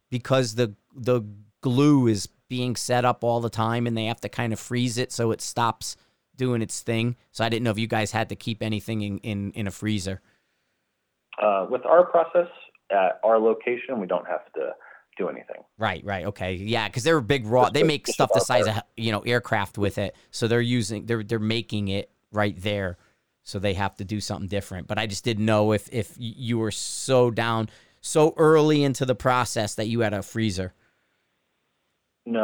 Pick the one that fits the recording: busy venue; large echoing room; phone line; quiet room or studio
phone line